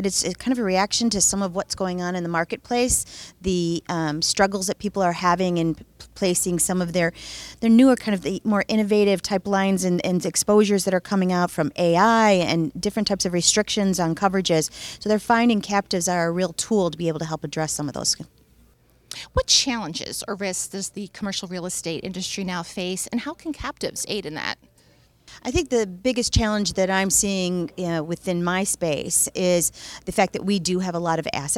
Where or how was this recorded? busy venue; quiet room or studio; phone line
busy venue